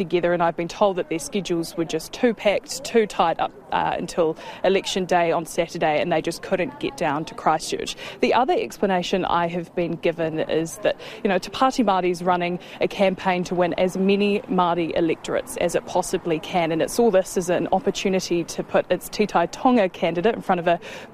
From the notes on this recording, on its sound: from outside the Christchurch Town Hall